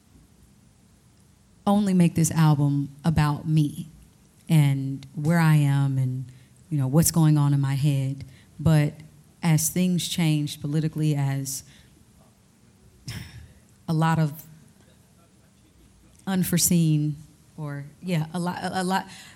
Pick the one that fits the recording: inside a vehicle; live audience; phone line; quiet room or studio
live audience